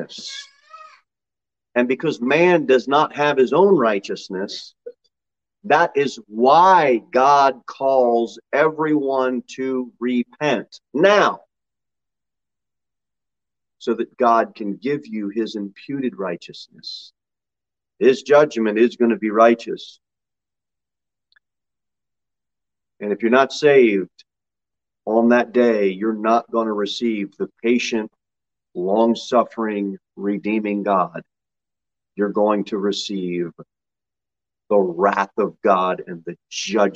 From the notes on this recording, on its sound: Sermon delivered at Pilgrim Baptist Church on Sunday, March 20, 2022 at 11:15 am.